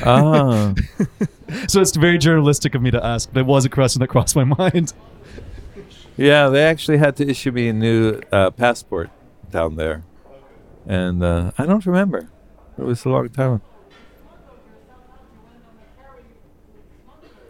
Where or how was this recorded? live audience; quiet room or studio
live audience